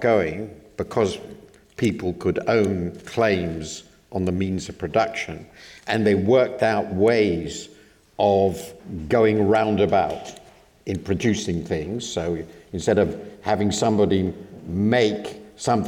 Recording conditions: live audience